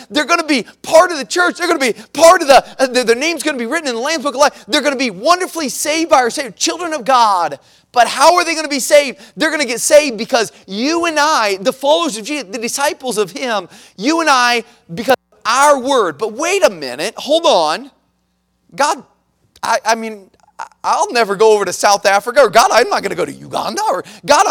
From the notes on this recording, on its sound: at the Missions Conference on March 26, 2023, at Victory Baptist Church in Boonsboro, Maryland.